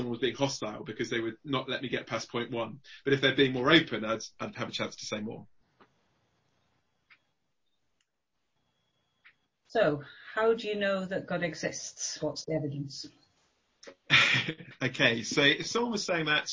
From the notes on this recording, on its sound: Zoom gathering on Tuesday 25th April 2020 - With Questions and Answers afterwards